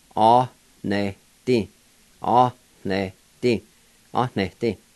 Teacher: there's a H sound between the A and the N